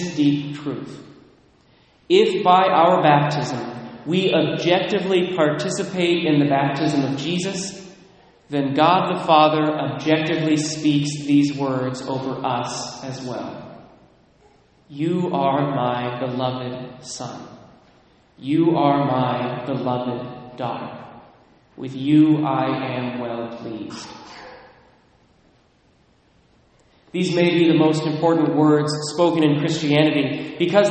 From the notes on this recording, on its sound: Recorded at Immaculate Conception in Mount Vernon, WA